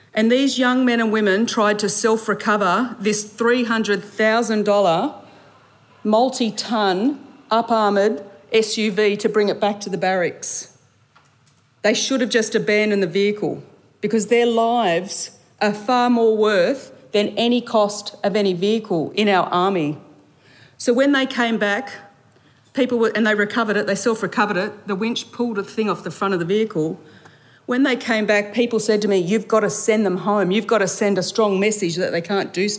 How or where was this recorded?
busy venue